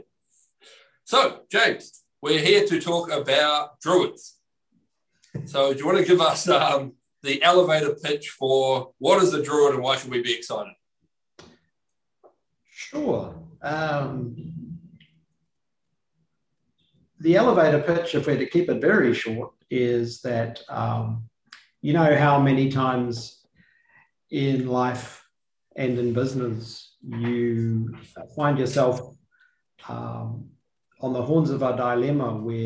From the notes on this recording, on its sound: The episode was a live webinar with a select group of listeners, so includes the question and answer section of the webinar.